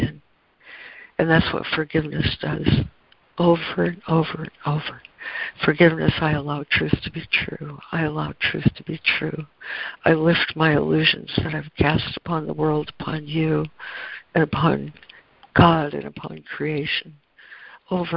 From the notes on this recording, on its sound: ACIM Daily Conference Call